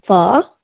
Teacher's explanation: say it with the proper inflection. Pho, like you were asking a question.